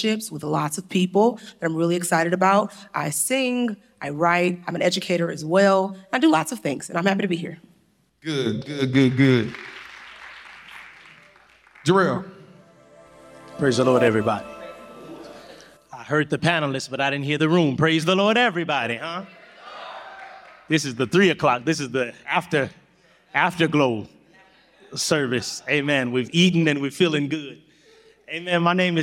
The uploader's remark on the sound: In this special live episode. Q&A from the audience.